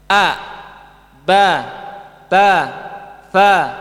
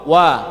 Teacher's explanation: Semua huruf yang di fathah itu tidak monyong kecuali wawo. · Shown in: first take · Kecuali waw, wa. · Term: Fathah bukan monyong